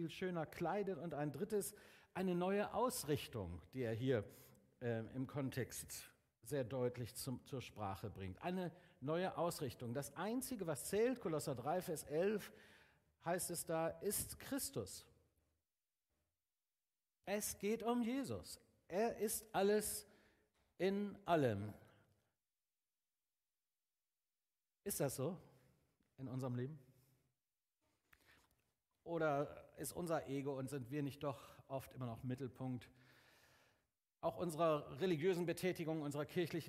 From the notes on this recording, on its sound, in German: Aufzeichnung der Predigt des Gottesdienstes. Paulusgemeinde Bremen.